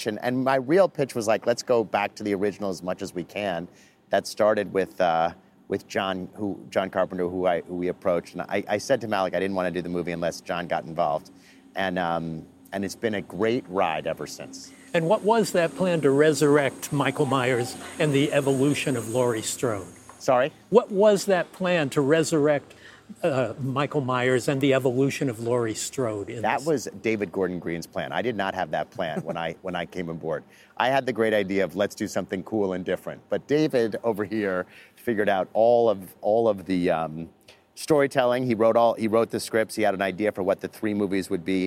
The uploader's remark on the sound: Live from the Universal backlot